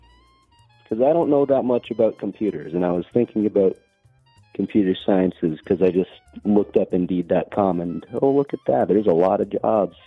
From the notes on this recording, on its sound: Every call in this episode lasts only 1 minute.